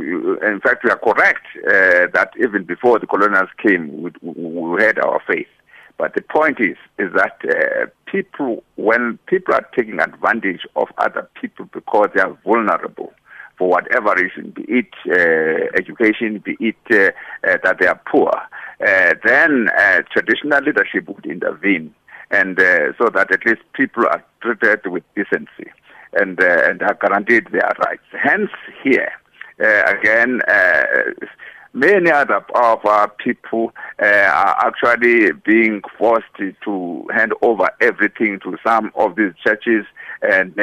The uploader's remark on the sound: Guest in studio. Guest on the phone.